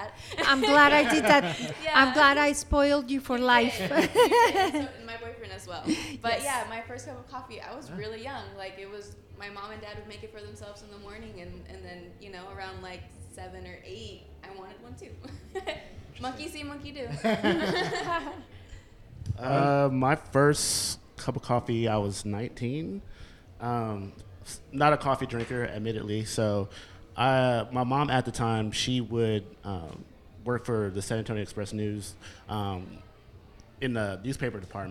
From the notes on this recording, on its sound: Live from The DownMarket Public Goods in San Antonio.